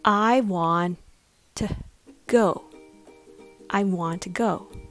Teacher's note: The rhythm goes strong, weak, and strong again. Ta-da-ta, ta-da-ta.